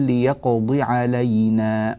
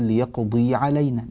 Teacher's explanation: ليقضي بالضاد المكسورة وليس بعدها ياء · Shown in: first take · لذلك نقول ليقضي علينا ولا نقول ليقضي علينا نتنبه لهذا ليقضي